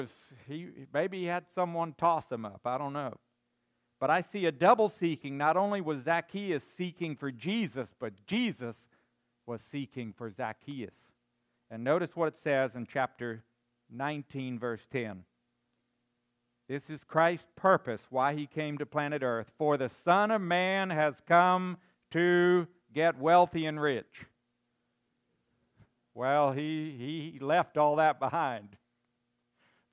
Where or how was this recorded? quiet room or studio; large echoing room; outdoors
large echoing room